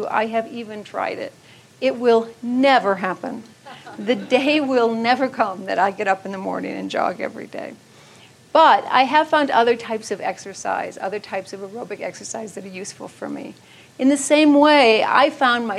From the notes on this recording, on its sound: keynote from the 2014 Buddhist Geeks Conference